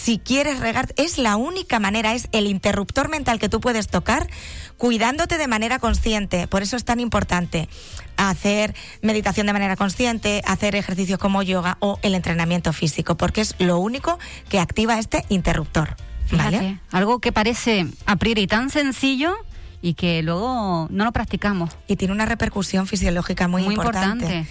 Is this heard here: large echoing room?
no